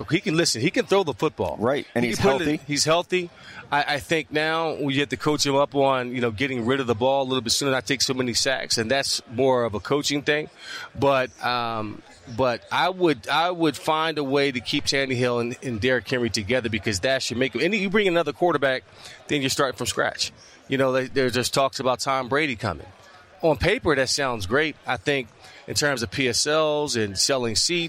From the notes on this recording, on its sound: Wild Interviews From Miami. Back on radio row.